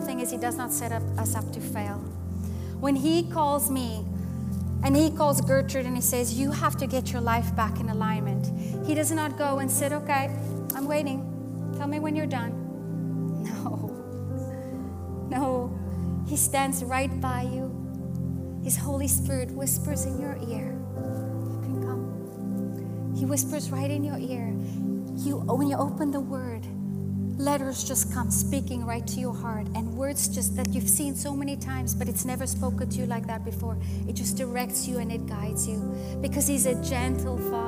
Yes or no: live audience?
yes